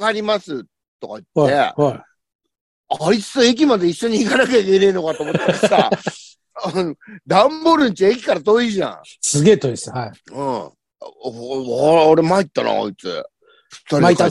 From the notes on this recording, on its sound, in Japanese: ZOOMで収録